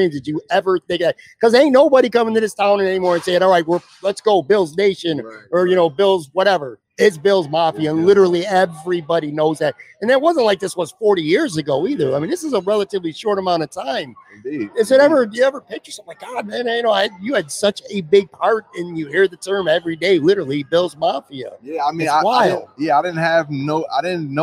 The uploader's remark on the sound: For a conversation recorded live at Imperial Pizza. Imperial Pizza (1035 Abbott).